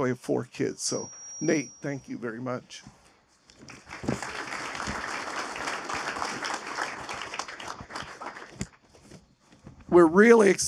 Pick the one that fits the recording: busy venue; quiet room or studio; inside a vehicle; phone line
busy venue